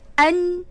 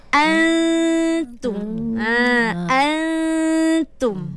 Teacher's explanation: Cuma kita buangkan nun tu. Kita tak nak ada sebutan jelas pada nun. · Shown in: second take · Term: ikhfa